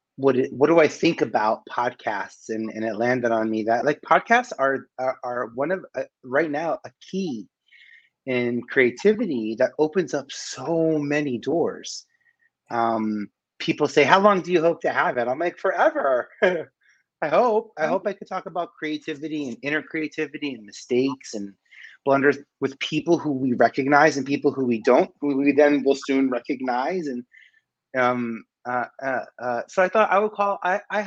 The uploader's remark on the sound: these interviews are throwbacks with some of the best and brightest in the Broadway & Entertainment industry who I chatted with virtually